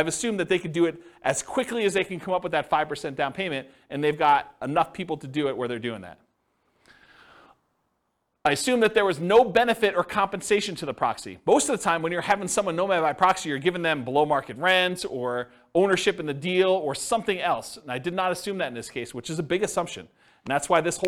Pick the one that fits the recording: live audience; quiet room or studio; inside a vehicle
live audience